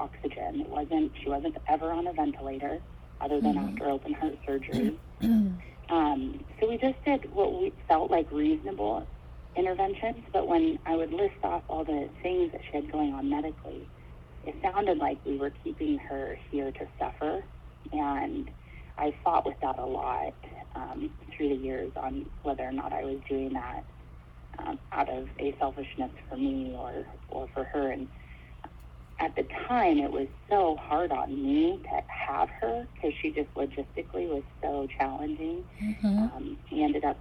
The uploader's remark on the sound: This episode is Audio only, recorded over the phone as preferred by my guest. There is no video to watch and the sound quality is a bit lower than my usual.